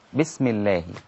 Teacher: السين رقيقة مهموسة ليست ثقيلة